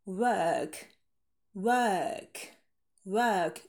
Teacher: то есть именно звук шва, долгий. Work, w, да, вот этот вот нейтральный, удлиненный, так сказать.